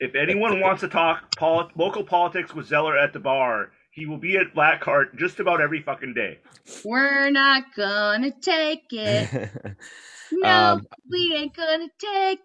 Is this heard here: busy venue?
no